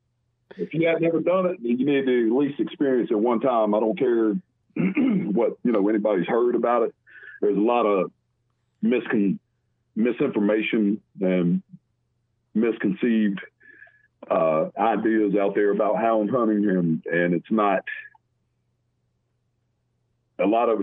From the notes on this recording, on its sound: Special call in guest.